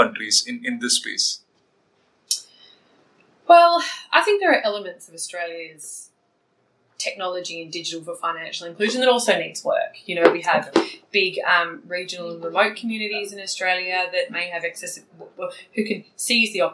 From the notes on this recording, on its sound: We met on the sidelines of the Raisina Dialogue 2022